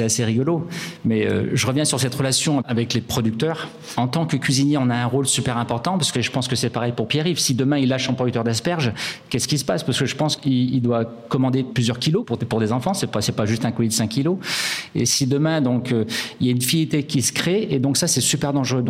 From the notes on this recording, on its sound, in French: Enregistrée en public au lycée hôtelier Jean-Drouant.